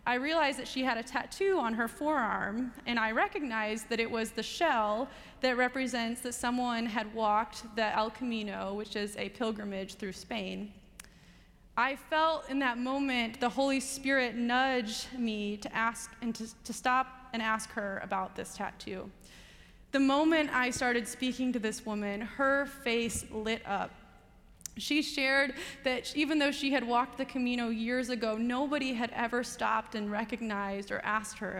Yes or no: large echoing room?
yes